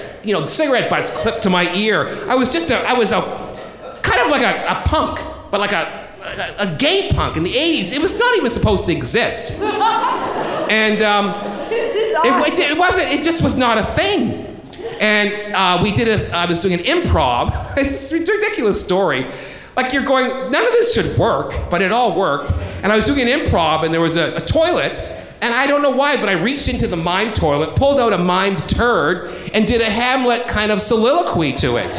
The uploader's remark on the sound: live at SF Sketchfest